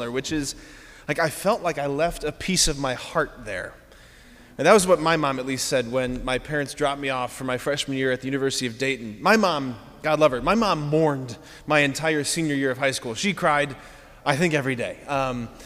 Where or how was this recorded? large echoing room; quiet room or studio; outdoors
large echoing room